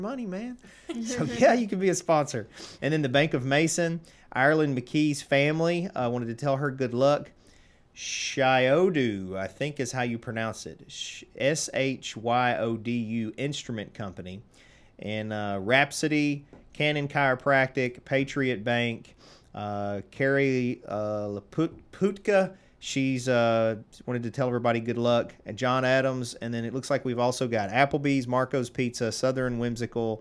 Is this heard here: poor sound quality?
no